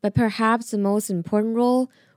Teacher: Role 这边语气要做一个上扬，然后做停顿